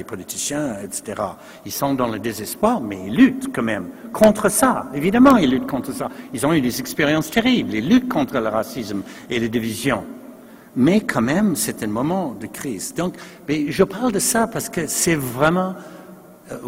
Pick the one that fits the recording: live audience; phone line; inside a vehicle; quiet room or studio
live audience